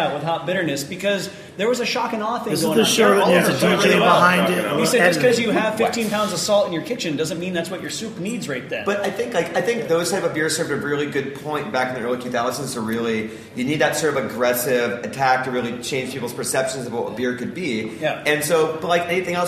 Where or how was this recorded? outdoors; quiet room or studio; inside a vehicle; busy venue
busy venue